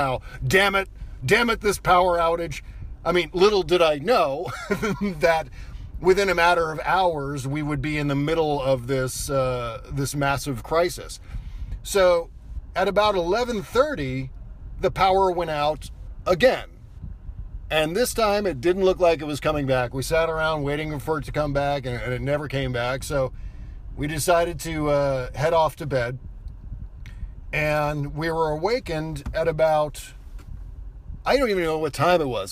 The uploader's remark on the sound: Podcasting from the evacuation zone near the catastrophic Santa Rosa, CA firestorm. I recorded the show in my car, parked at the intersection of Piner Rd and Coffey Ln, a few blocks from the devastation shown in the attached photo. The audio and show format are different due to recording on an iPhone without all of our usual fun noises, etc.